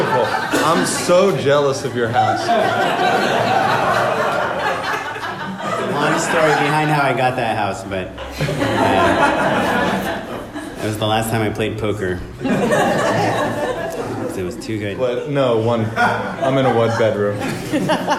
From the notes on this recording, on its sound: Our winter Live Show has finally arrived!